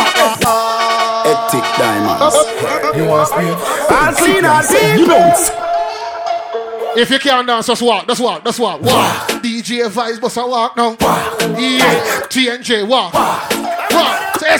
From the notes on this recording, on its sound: LIVE SET, AT BACK IT UP, CARGO... LIVE SLOW DANCEHALL SET.